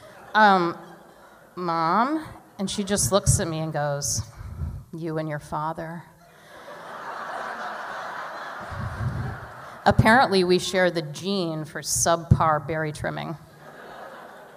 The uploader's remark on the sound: Every storyteller brought their A game to the Academy of Music in Northampton for our final Story Slam of the season.